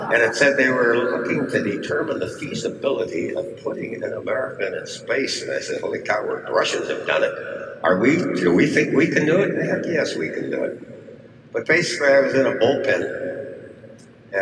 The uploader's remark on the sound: Bear with me on the audio. We were inside a hangar, so the acoustics weren’t ideal for a podcast, but it was an awesome place to be.